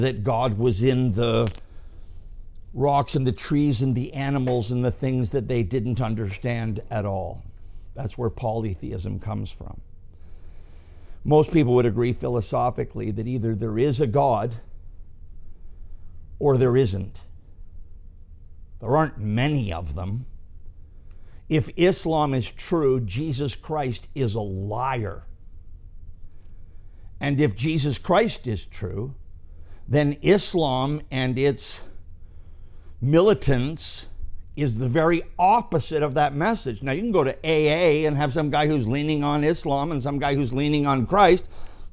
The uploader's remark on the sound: This message was preached at our ministry center, Rock Bottom